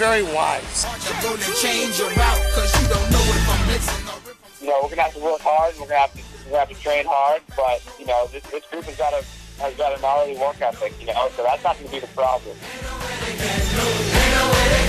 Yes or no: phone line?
yes